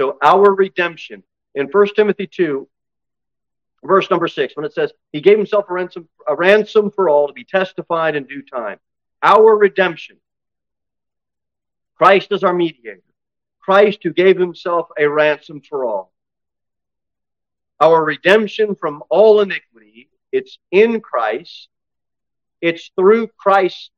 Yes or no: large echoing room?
yes